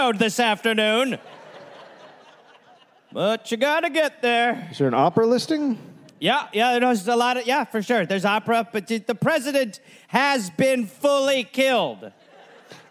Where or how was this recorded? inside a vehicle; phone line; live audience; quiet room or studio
live audience